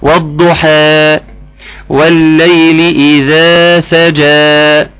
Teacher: ثم الألف اللينة وتمد بمقدار حركتين، لا تزودها وتقول إيه وضحا، لا ده كتير، ده اكثر من ايه، من المد يعني اكثر من مقداره، ولا تشيل الالف وتقول ايه والضحى والليل اذا سجى، حس انك بتجري او بتقطع الاول او بتقطع في ايه في المد، لا والضحى والليل اذا سجى، وهكذا.